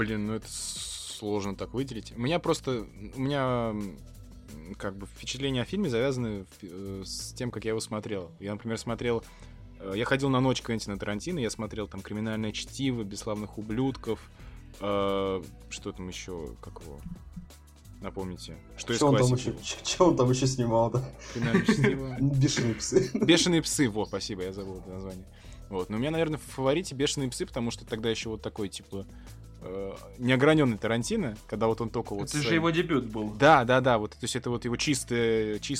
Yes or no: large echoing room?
no